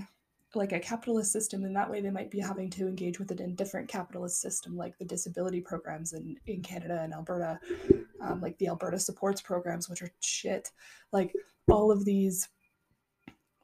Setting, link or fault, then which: fault, sounds in the background